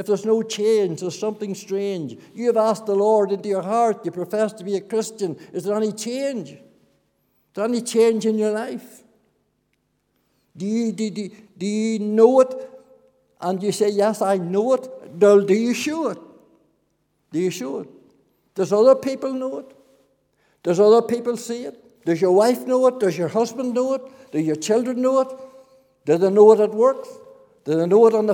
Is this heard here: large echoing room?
yes